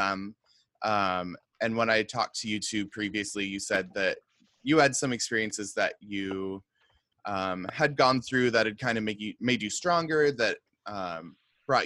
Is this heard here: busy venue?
no